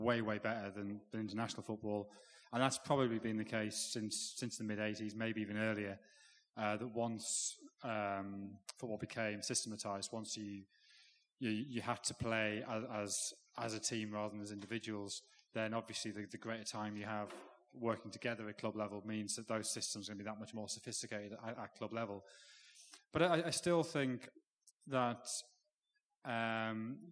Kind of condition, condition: setting, live audience